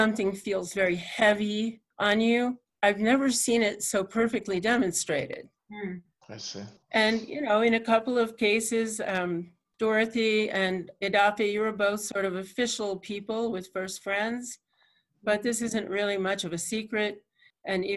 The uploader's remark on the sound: Recorded at my home studio and Interview was conducted with Zoom technology.